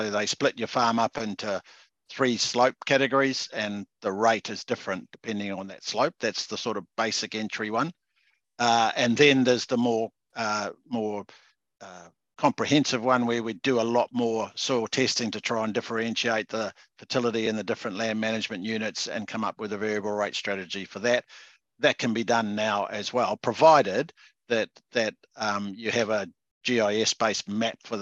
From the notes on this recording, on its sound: Recording of the Beef + Lamb New Zealand Central Otago Farming for Profit Winter Webinar series, June 2023.